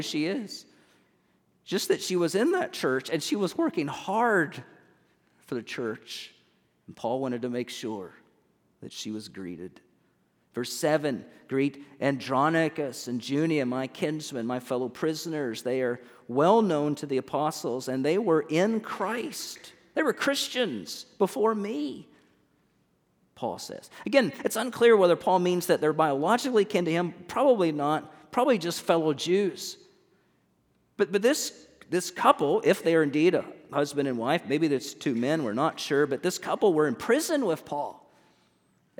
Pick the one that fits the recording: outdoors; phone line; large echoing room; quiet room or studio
large echoing room